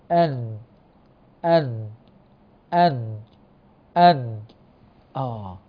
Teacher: إذن نلاحظ أن مع النون اشتراك للخيشوم، النون يشترك معها الخيشوم، عند إخراج النون بيشترك معها المخرج الخيشومي، الخيشوم